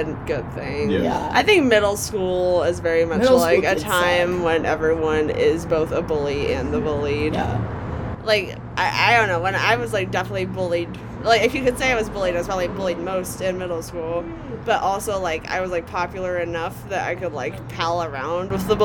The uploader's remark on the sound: To an actual smoking porch. Expect lots of ambient sounds, wheeze laughs, drunken innuendo.